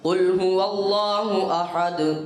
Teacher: قل کو موٹا کریں گے. قل هو الله، هو الله کو بھی موٹا پڑھیں گے.